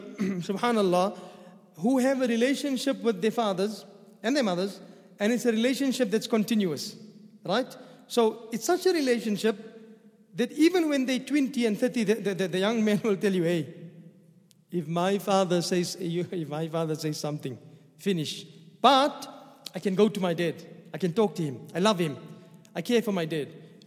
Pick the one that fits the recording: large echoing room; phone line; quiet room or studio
large echoing room